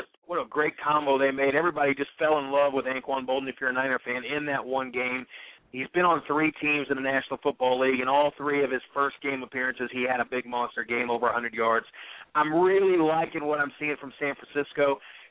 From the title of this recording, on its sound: Call-in Show